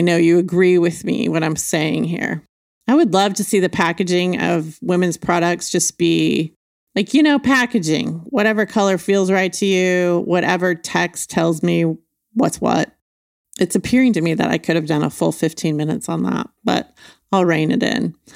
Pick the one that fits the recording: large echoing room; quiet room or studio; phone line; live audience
quiet room or studio